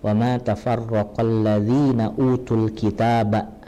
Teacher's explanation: za-nya di sini di ujung lidah, digigit ya